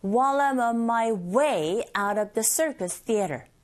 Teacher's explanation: 그래서 while I'm on my way out of the circus theater, 이렇게 강세를 주면서 발음하시면 됩니다. 이때 while I'm 이렇게 발음되는 이유는 while 이 자체가 빨리 발음되어져서 ᄅ 소리와 뒤에 나오는 I와 연결되다 보니 while I'm 이렇게 들릴 수가 있고요. 모두 다 기능어인지라 하나의 청크로 덩어리로 발음이 되고 있죠.